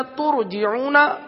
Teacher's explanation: را ساکن سے پہلے پیش آ گیا تو اب یہاں بھی را کو پور پڑھیں گے